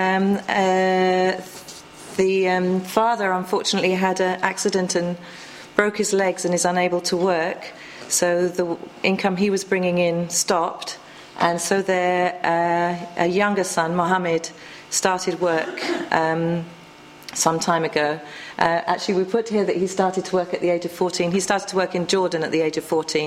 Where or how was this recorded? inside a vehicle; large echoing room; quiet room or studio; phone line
large echoing room